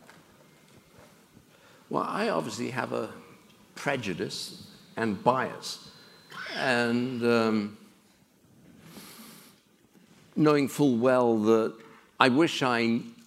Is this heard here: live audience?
yes